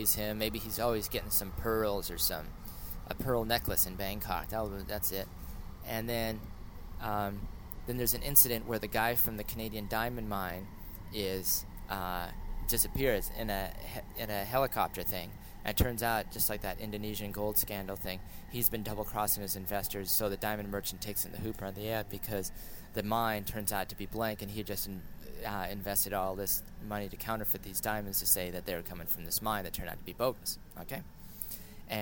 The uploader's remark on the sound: I came across a recording spontaneously spieled while riding the bus from North Van to Surrey.